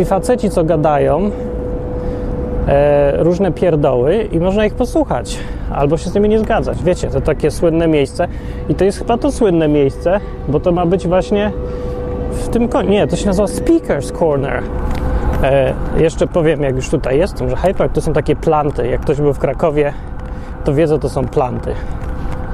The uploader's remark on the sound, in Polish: Odcinek nagrany w Londynie, podczas łażenia po Hyde Park'u. Można w nim zobaczyć dużo trawy, wiewiórki, kaczki i inne takie.